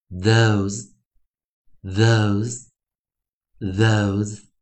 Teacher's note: T H O S E 的中的 TH，我们是发出有声的浊音